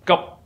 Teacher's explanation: In order to pronounce it correctly, you must close your mouth. The mouth in the position of pronouncing P, but you do not let air coming out of your mouth. That is called unaspirated P.